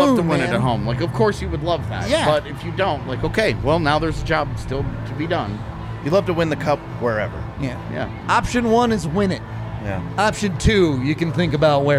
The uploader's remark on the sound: live from the DNVR Bar